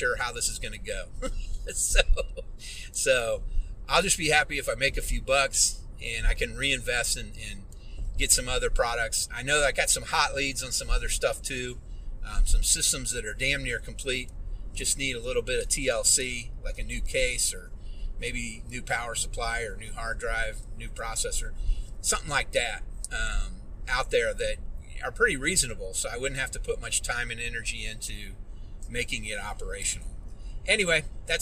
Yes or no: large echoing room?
no